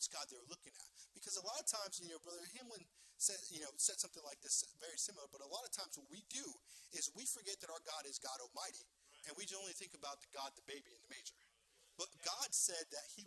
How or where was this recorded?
large echoing room